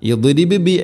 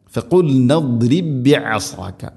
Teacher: അപ്പോൾ ഇനി ഇവിടെ ബാഇന് സുക്കൂന്, അതുപോലെ ബിഅസാക അടുത്ത ബാഇന് ഹർക്കത്തുണ്ട്. അപ്പോൾ സുക്കൂനുള്ള ബാഇന് ശേഷം ഹർക്കത്തുള്ള ബാ ഇവിടെ ഇദ്ഗാം ചെയ്തു ഉച്ചരിക്കും. · Shown in: second take · Term: ഇദ്ഗാം മുതമാസിലൈൻ